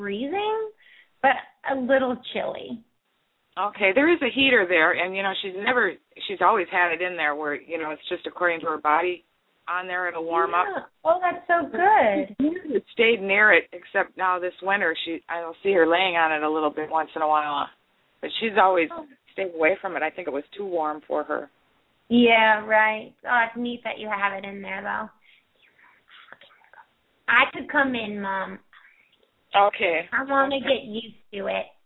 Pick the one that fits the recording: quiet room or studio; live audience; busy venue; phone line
phone line